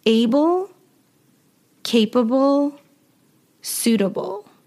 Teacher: these words end in L-E, but we pronounce them at the end, ul